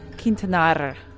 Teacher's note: Oh, roll your R slightly.